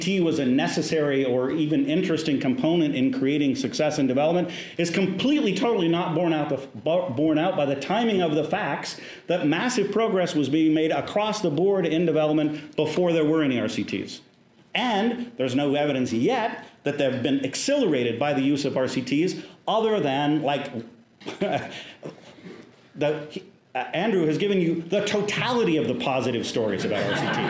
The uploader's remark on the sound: Australasian AID Conference, ANU. A Keynote panel at the Australasian AID Conference 2020. Barton Theatre.